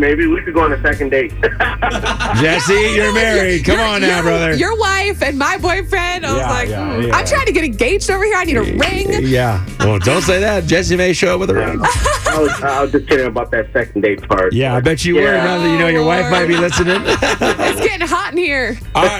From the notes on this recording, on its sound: has a "secret admirer" on the phone